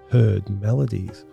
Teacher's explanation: a number of spondees which contain 2 hard rhythmic beats back-to-back, such in the words, heard melodies, or in the line, bold lover, never, never canst thou kiss.